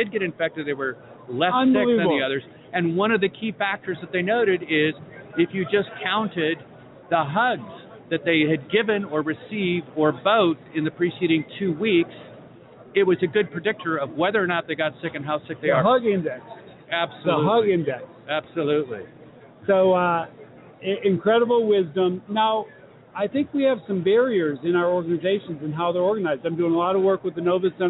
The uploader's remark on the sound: Live From HiMSS 2016: Day Two